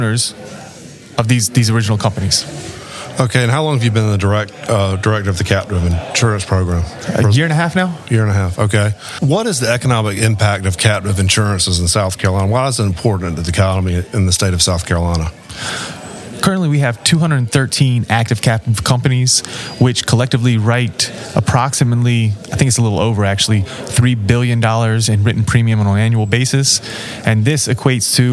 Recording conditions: busy venue